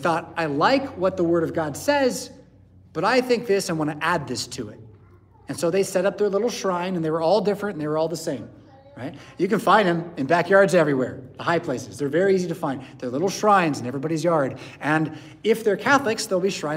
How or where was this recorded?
large echoing room